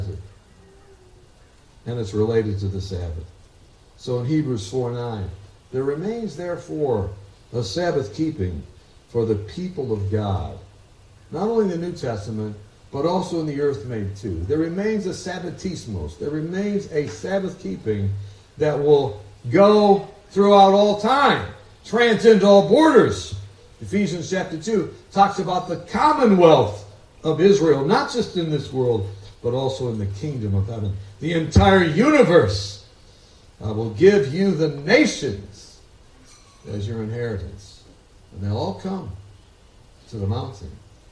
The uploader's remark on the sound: Quality and sound of the program will differ due to the outdoor nature of the video.